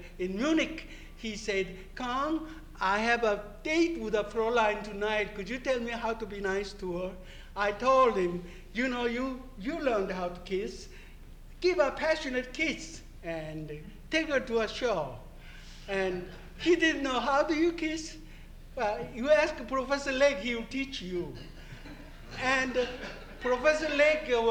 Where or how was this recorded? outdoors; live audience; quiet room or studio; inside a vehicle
live audience